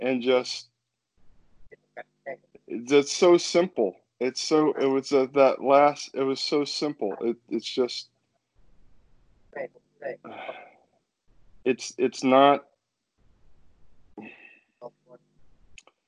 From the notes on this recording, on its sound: Skype calls.